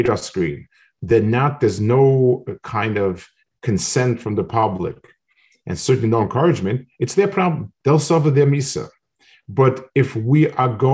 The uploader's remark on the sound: This shiur take place over Zoom on Motzei Shabbos.